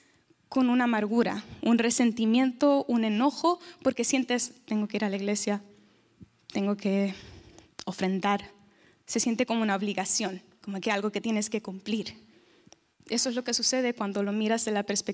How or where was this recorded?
large echoing room